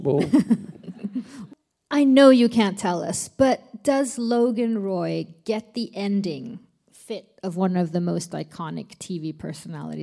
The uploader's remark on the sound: Recorded live on stage. Recorded at the premiere event in Stockholm, Sweden.